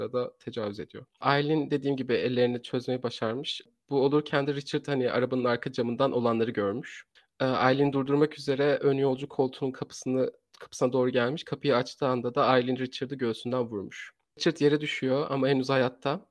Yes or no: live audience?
no